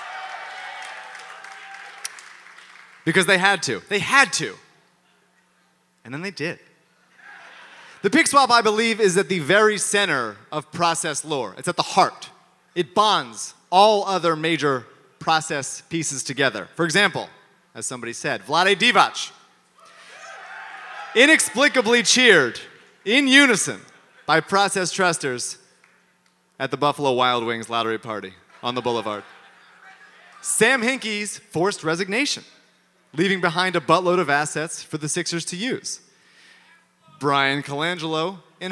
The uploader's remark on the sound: Even if you don’t like live podcasts, this one is a must listen.